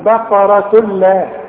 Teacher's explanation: ده العلماء بيسموه ادغام كامل بدون غنة